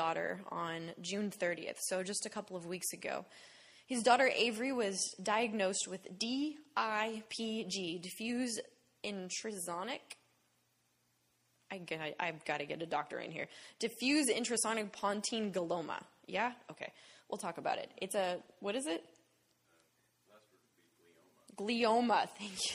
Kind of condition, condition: setting, large echoing room